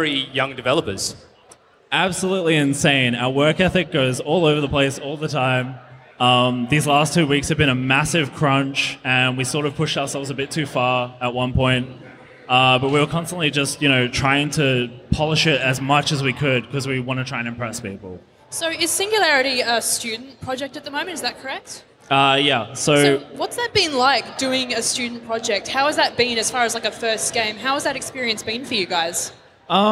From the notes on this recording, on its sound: Live at Perth Games Festival 2017. We're back for another live episode at Perth Games Festival. From our home state of Western Australia.